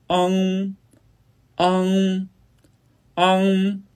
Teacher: 舌面后部抬起，当贴近软腭时，软腭下降，打开鼻腔通路，紧接着舌根与软腭接触，封闭了口腔通路。气流从鼻腔里透出。 · Term: 后鼻音韵母 · IPA: ɑng[ɑŋ]